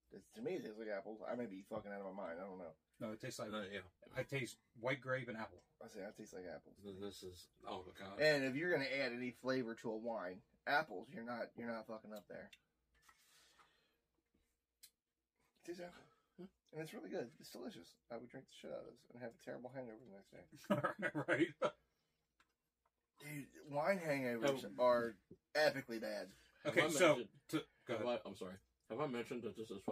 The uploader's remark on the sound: WE are sorry for the audio this week